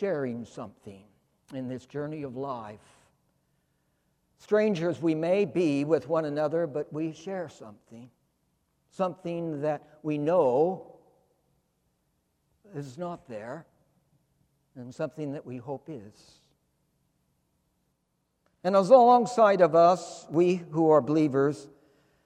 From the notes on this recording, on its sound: In his sermon, preached for the Second Sunday of Easter, April 19, 2020, at St. Philip's Church, Charleston. In this season of quarantine.